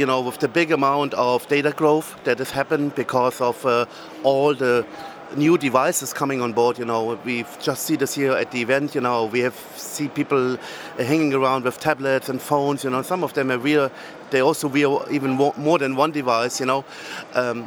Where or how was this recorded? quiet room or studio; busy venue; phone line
busy venue